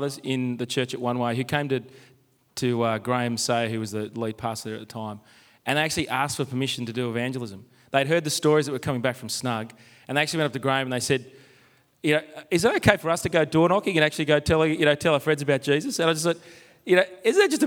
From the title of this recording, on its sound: Live from Multiply and Reach Australia